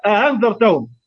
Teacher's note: وقرأ فلان بتسهيل الثانية دون إدخال · Term: تسهيل الثانية بدون إدخال